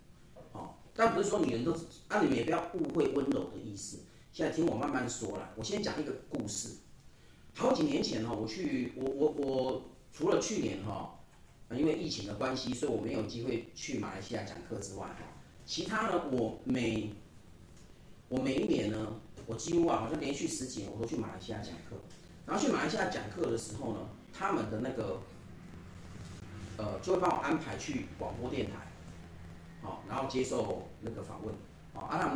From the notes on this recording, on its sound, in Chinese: 台南EQ協會。這集的聲音比較小聲，音質比較不好。